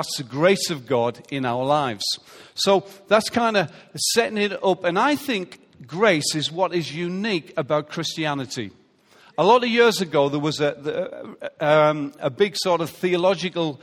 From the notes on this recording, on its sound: Recorded live at Life Church.